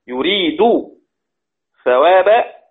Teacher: يريد ثواب إدغام لأن الدال مضمومة